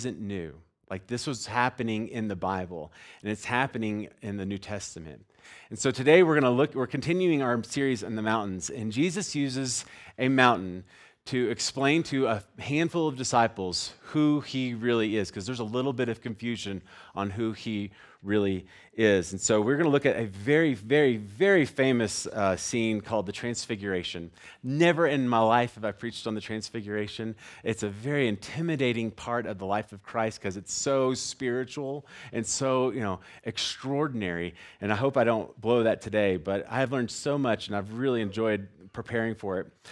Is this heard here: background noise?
no